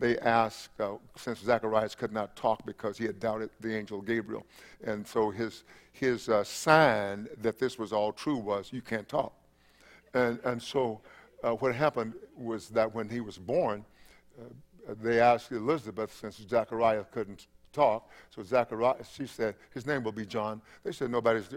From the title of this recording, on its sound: Christmas Eve Service 7:00 p.m. 12/24/20